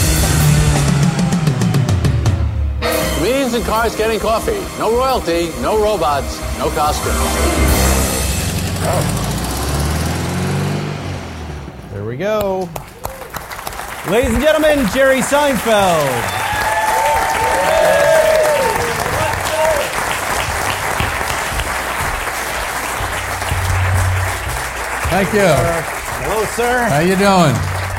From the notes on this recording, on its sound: coming to you LIVE form the Pebble Beach Concours